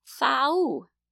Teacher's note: He said it with a TH sound with his tongue hanging way out of his mouth